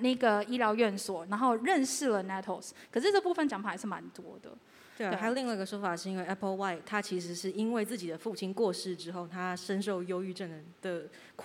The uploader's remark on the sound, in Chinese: Live Podcast｜KKBOX催下去音樂節。今天這集是KKBOX催下去音樂節活動的存檔。由於現場我們有置入版權音樂、圖片、影像的播放，你們今天收聽到的這集是剪輯過後的版本。